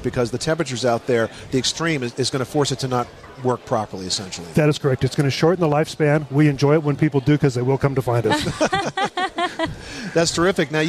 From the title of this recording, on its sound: Live from the National Hardware Show